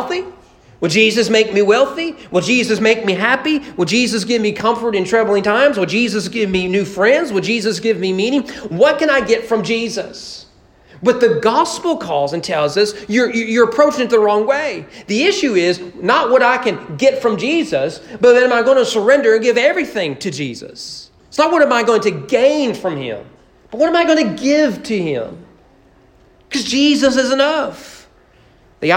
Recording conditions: large echoing room